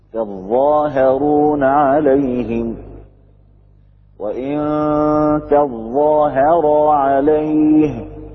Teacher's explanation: ومنهم من خفف بالإدغام فصارت التاء مع الظاء ظاء مشددة